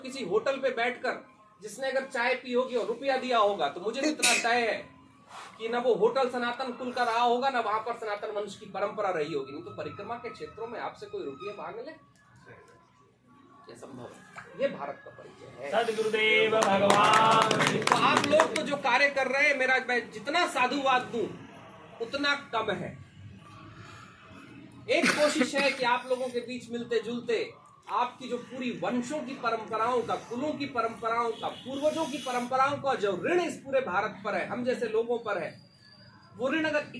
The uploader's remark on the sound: while walking the 3000 kilometres of the Narmada Parikrama, from the biggest towns to the smallest villages